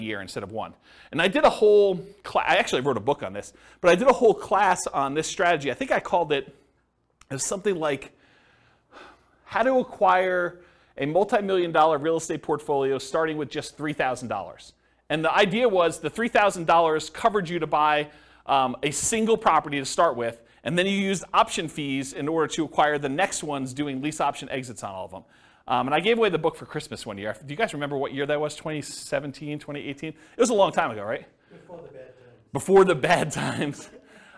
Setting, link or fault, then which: setting, live audience